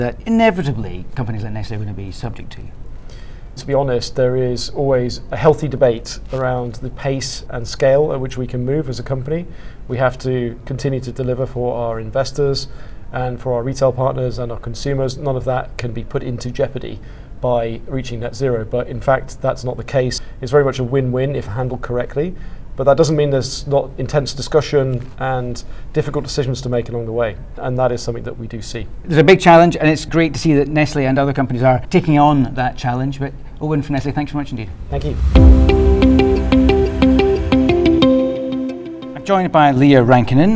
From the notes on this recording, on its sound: At Innovation Forum’s recent Future of Food EU conference